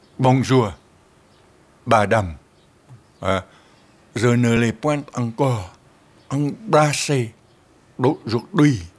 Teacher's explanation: Tandis que ce que nous prononçons à notre manière, c'est une série préglottalisée. Et un Vietnamien parlant français prononcera le « b » et le « d » français en préglottalisé. C'est ce qui fait ce son curieux.